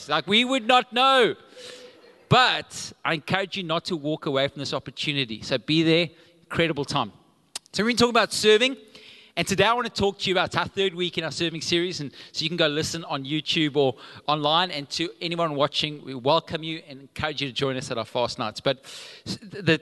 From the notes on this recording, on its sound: Recorded live on Sunday the 17th July 2022